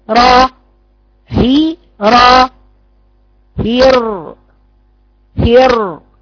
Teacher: هاء مكسورة راء مفخمة معها على طول ثم راء مفتوحة